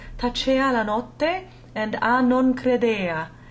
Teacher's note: the e maintains its closed nature, even when that v is removed